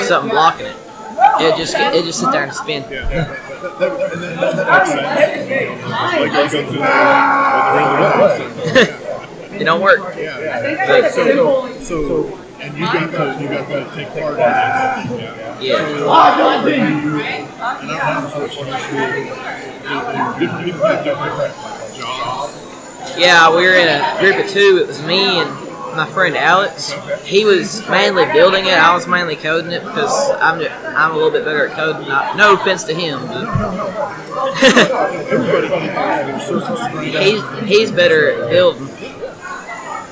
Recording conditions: busy venue